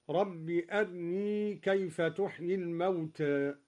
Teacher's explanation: قرأ الدوري باختلاس الراء مرققة